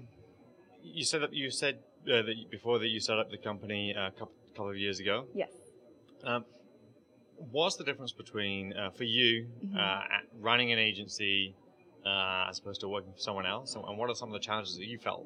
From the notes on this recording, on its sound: In this podcast recorded at Pubcon Las Vegas 2014